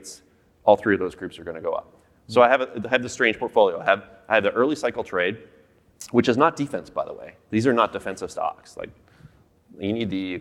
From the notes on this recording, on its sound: Sessions ran both onstage in Vancouver to a live audience, and from our Toronto studio for a crowd of thousands more online. Speaking of that live audience, you will hear a few references to slides that were shown to the room.